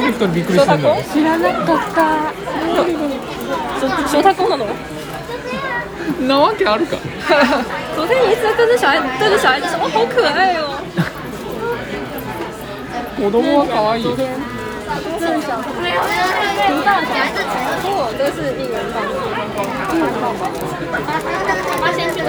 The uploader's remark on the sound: 屋外実況 台湾アニメイト店！台湾西門町のアニメイト店で実況してみた！ We tried live stream at the Animate store in Ximending, Taiwan.